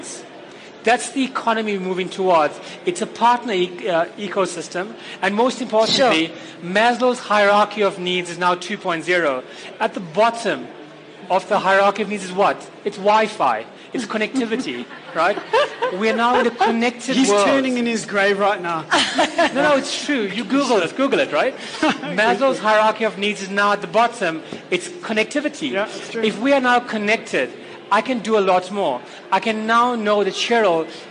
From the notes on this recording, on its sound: With a panel of thought leaders and experts at LeaderEx 2016. LIVE, interactive masterclass at Sandton Convention Centre, during which our audience were also able to ask the questions we all ask.